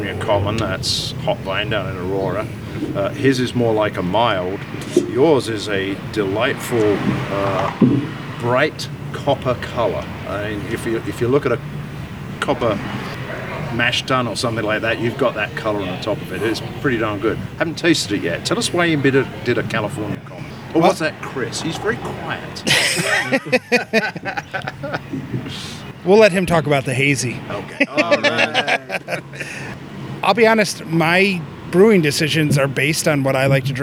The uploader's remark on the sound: This show is truly an outside broadcast as we recorded it on their delightful patio, on a warm and sunny early evening.